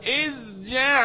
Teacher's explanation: عملت فصل بين الزال إظهار بين الزال والجيم